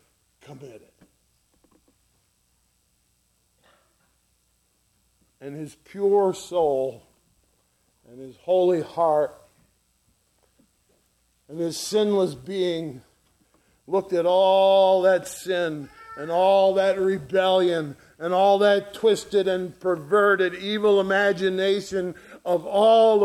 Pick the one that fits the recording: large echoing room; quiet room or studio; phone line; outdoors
large echoing room